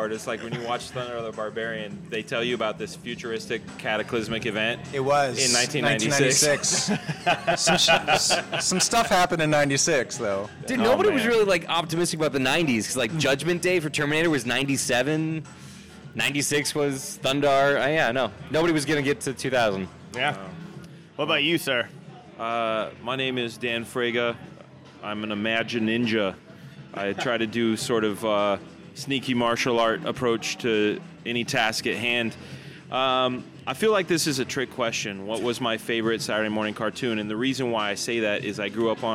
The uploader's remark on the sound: venture over to the Matador Cantina in Downtown Fullerton for some drinks